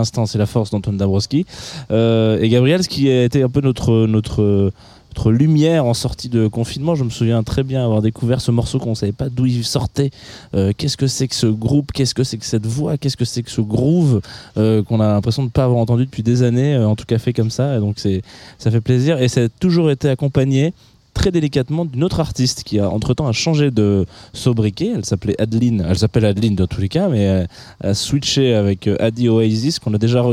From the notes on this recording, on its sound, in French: en direct pour la première fois du Nice Jazz Festival pour un Jazz The Two Of Us sur la Place Masséna, à deux pas de la Promenade des Anglais